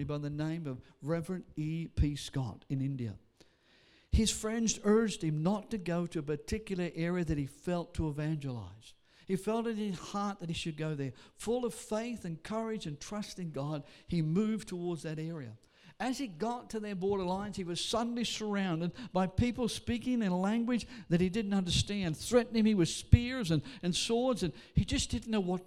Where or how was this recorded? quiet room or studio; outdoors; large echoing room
large echoing room